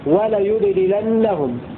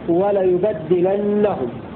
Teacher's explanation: قرأ شعبة وابن كثير بسكون الباء وتخفيف الدال · Shown in: first take · ولا يبدلنهم، وقرأ الباقون بفتح الباء وتشديد الدال ولا يبدلنهم.